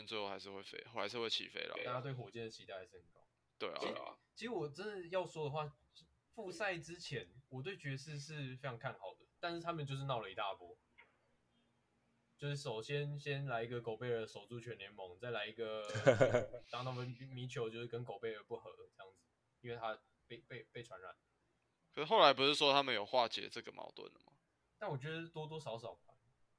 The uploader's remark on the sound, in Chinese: 收音悲劇持續改善中 敬請見諒